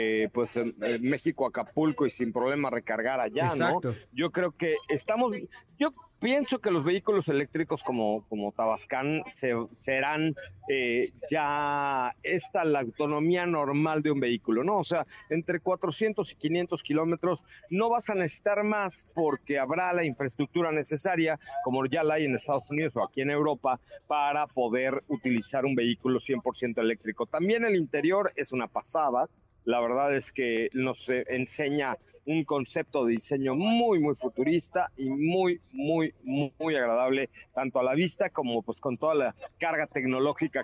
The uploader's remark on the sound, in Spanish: en vivo y en directo desde Barcelona en la presentación de la nueva gama de CUPRA